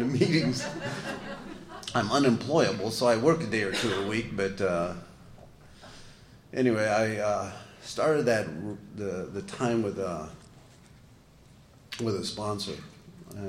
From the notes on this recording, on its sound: tells his story at We Are Not Saints Conference in Skokie IL on January 15, 2017